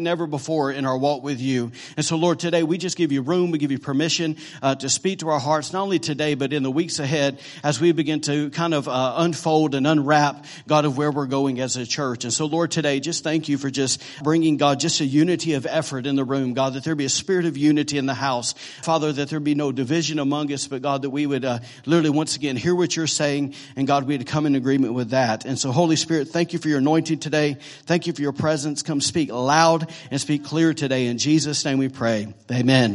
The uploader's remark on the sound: recorded on Sunday, December 31st, 2017, during morning service at Celebration Life Family Church.